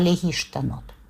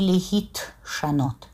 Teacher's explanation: если корень начинается с букв «шин», «син» или «самых», то буква «тав», которая находится в приставке Гитпаэля, она фонетически очень слабенькая. И вот этот «шин», «син» или «самых» ее выталкивают. И они как бы перекрещиваются, они меняются друг с другом местами. · Shown in: first take · И на иврите это явление фонетическое называется секуль и цурим, то есть дословно перекрест.